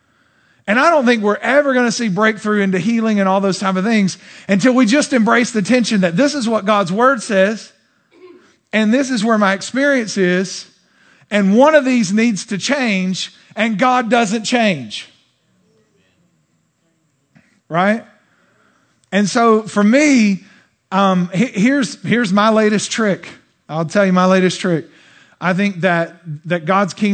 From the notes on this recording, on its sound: During this special weekend service. Answered the questions sent in live from the platform.